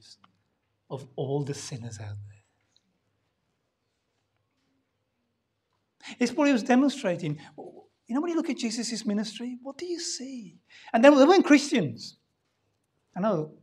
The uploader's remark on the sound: Sunday Service Live Stream